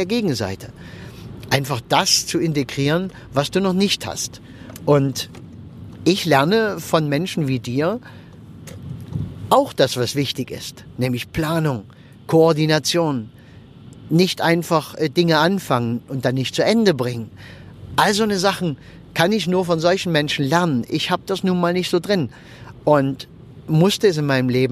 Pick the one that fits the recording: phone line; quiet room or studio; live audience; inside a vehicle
inside a vehicle